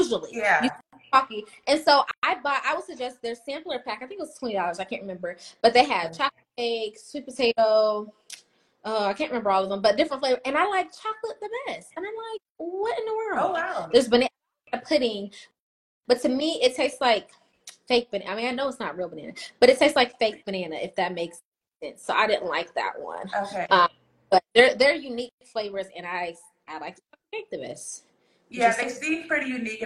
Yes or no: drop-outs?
yes